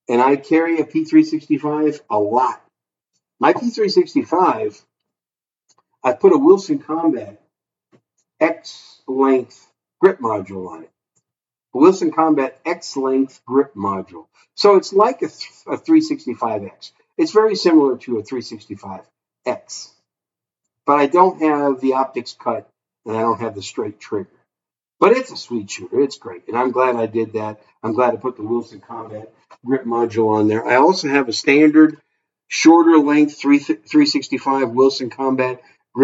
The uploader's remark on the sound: Sorry about the audio quality